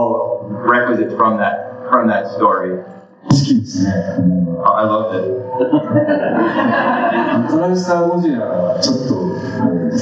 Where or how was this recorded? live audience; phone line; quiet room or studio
live audience